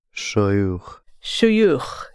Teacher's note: It's a short followed by a long u.